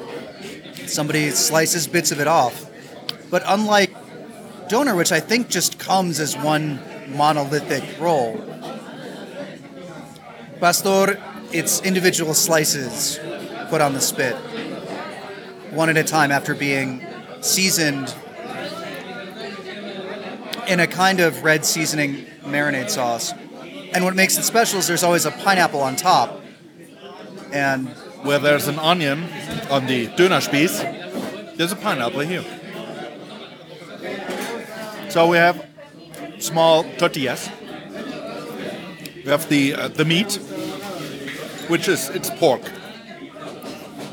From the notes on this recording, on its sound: Recording in an actual taco restaurant! Inviting some of the Quentin locals and employees to tell us what makes CDMX extra special.